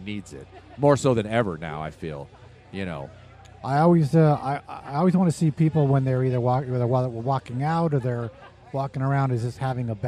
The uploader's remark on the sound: Live at SD Metal Swap Meet